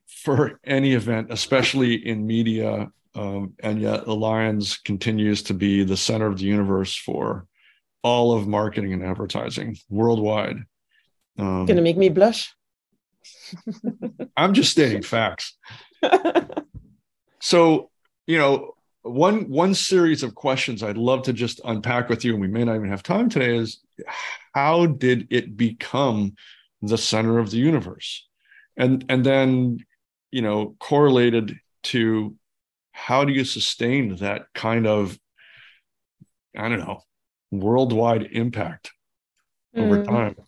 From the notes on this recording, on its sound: sit down (virtually)